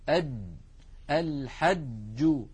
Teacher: الجيم التي نقلت لنا من تلاوة رسول الله صلى الله عليه وسلم والعرب المعاصرين له جيم شديدة، أد الحج، ولا نقول الحج، هذه لا تصح أبدا.